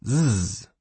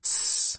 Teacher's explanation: Voicing is the difference between zzz, with your vocal cords buzzing, and s, where your vocal cords are not buzzing. · Term: Consonant voicing